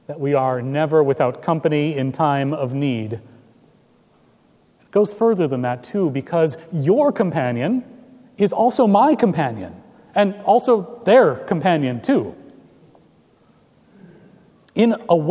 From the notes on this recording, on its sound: Recorded May 28, 2017 at Trinity Presbyterian Church in Bixby, Okla.